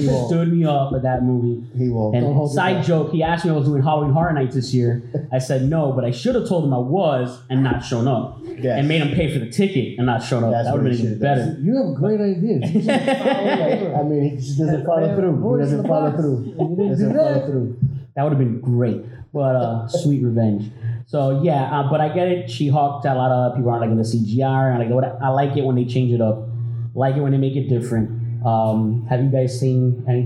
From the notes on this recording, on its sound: MCU/DCEU Discussion at the Sunrise Comic Con 2022.